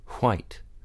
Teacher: The sound H is a sound that is heard rarely in speech today. It is the voiceless cognate of W and occurs only in words spelled with WH. However, not all WH words can be said with this sound.